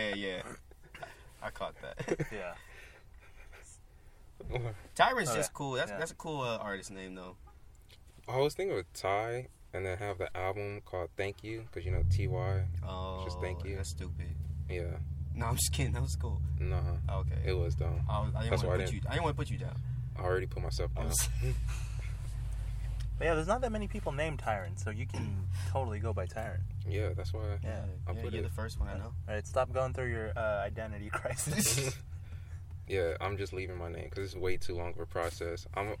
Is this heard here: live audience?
no